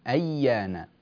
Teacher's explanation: اجعل الياء صافية من الغنة تماما